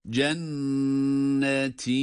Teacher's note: Cenne derken tutuyoruz ama ti derken yine bir elif miktarından fazla uzatmıyoruz.